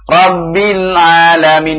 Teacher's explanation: Lamnya, lidahnya, tahan dulu. Baru kemudian ain keluar.